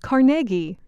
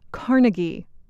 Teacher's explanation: The stress is on the middle syllable. · Shown in: first take